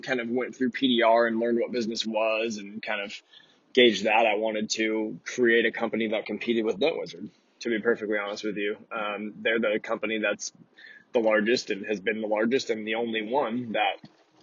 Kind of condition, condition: setting, inside a vehicle